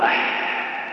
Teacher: شوف الآن لو تنطق الحاء تقول أح، تجد النفس يجري · Term: الهمس